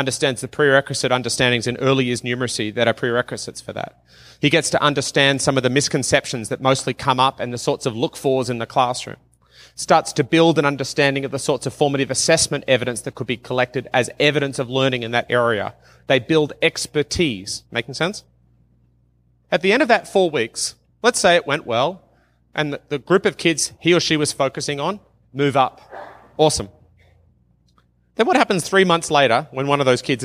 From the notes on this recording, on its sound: from the 2019 uLead conference in Banff, Alberta